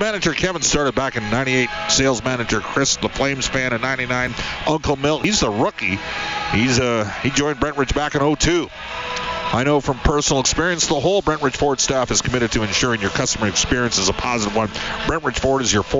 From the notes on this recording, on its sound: live from Clare Drake Arena